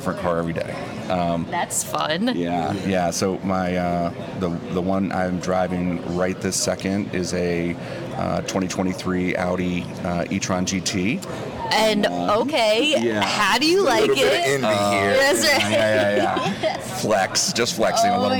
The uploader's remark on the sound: We recorded on-site at the NADA (National Automobile Dealers Association) convention in (rainy!) Las Vegas.